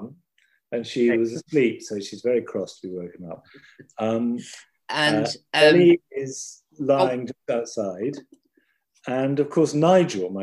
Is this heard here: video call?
yes